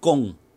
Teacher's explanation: it's literally a G sound, not a K sound, so it's already inaccurate, is that Cantonese also has the K sound.